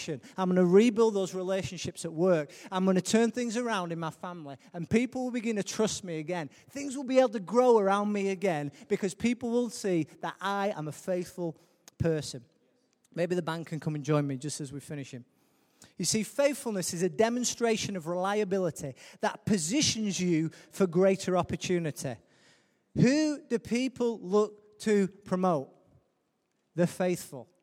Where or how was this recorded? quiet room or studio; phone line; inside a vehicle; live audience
live audience